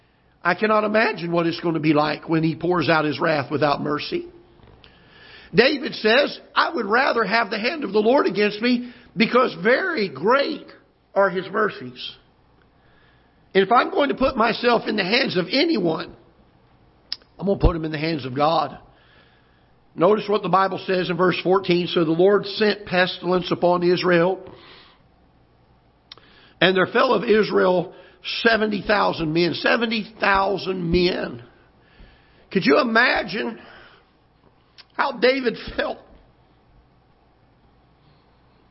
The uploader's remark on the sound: Ketha Heights Baptist Church ~ Live Broadcast